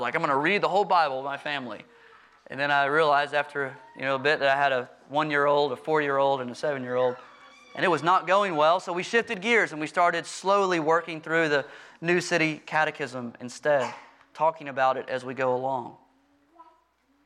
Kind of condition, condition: setting, large echoing room